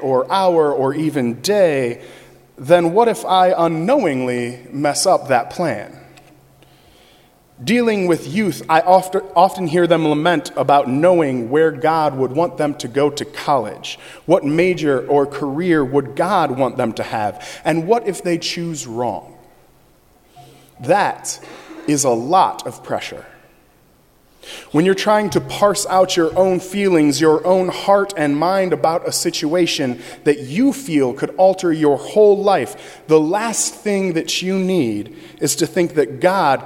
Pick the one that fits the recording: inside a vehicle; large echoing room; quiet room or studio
large echoing room